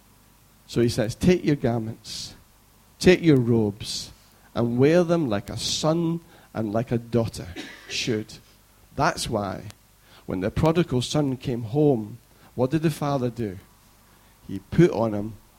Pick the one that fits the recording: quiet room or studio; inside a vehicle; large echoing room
large echoing room